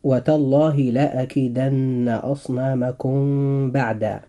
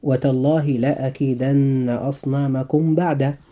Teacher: فإذا وقعت الباء بعد الميم الساكنة أخفيت الميم، ويسمى ذلك إخفاء شفويا لخروجهما، أي خروج الميم والباء من الشفتين · Shown in: first take · وفي هذه الحلقة قرأنا معا الآية 57 من هذه السورة، وجاء قوله تعالى: وتالله لأكيدن أصنامكم بعد أن تولوا مدبرين. · Term: الإخفاء الشفوي